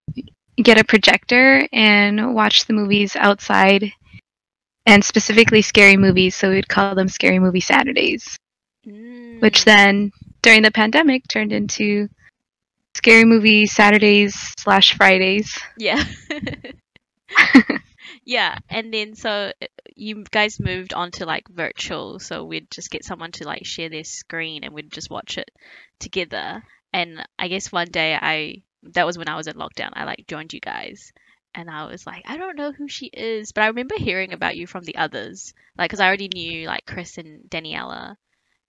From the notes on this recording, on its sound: Sorry about the audio.. The perfectionist in me is not pleased but it is what it is...